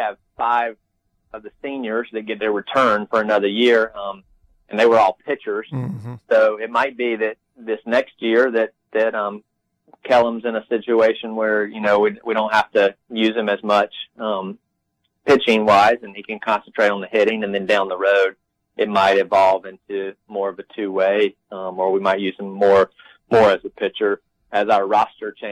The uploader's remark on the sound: Calls on the … Phone.